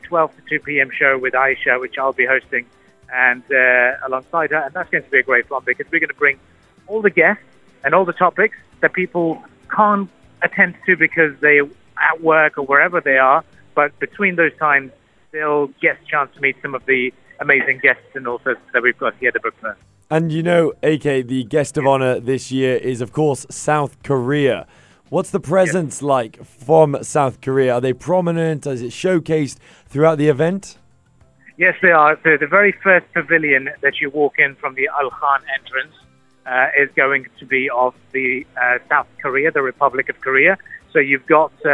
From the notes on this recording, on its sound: live from the opening day of the Sharjah International Book Fair (SIBF), calls back into the studio